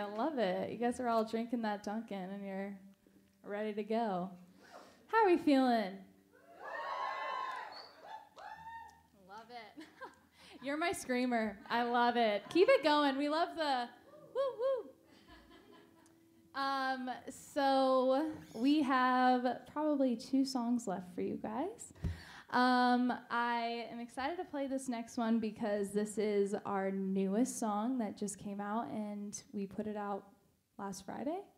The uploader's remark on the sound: Live At The Dunkin Latte Lounge